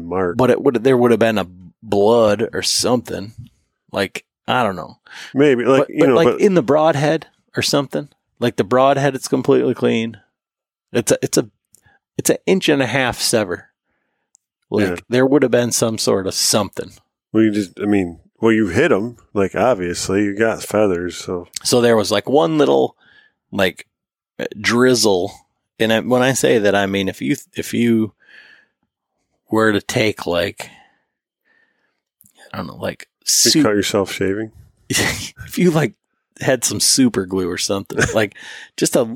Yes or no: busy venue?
no